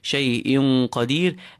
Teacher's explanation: We pull and keep the tanween and feel similar to the NG sound in English, ing, ring, thing, shay'in qadir, and this is this ikhfa is filled because of the full qaf following the tanween.